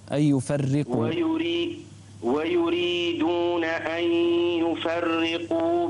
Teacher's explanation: انتبه إلى الراء لا تفخم الراء